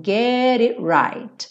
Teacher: O T do it também sumiu